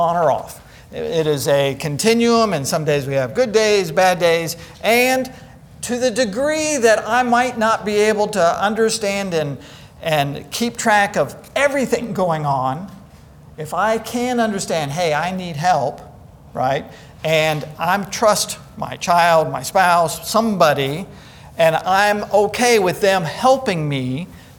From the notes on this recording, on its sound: Today's podcast is a session recorded from our Alzheimer's and Dementia seminar held here at McGregor Baptist Church on February 19th, 2022.